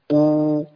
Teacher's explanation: الواو الماديه بتقاس بالحركات، يعني اقول او دول حركتين